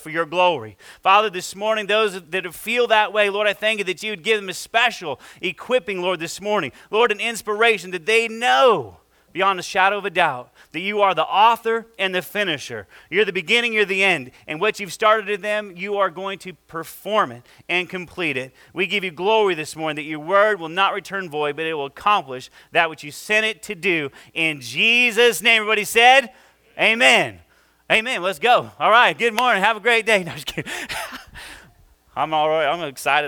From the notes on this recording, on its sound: this is our first service audio